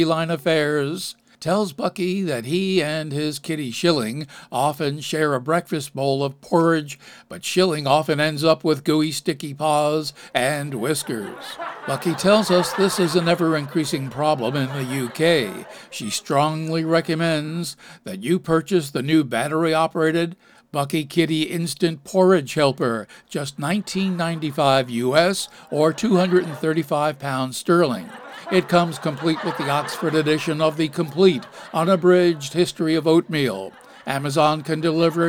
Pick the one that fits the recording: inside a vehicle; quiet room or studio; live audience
live audience